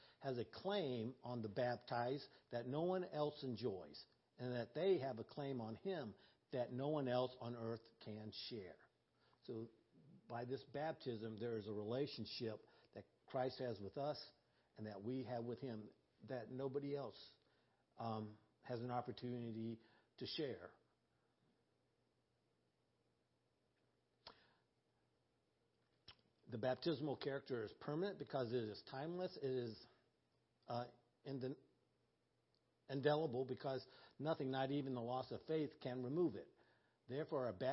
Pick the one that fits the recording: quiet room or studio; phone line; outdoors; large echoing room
large echoing room